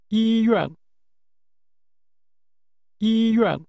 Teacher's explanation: This word is pronounced with high level and falling tones.